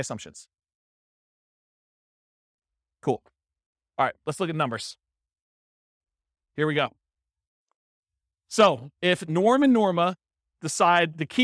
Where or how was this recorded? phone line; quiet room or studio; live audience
live audience